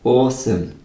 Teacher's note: you put more emphasis on awe than I do